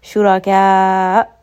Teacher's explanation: this is going to be a heavy ra because it has a fatha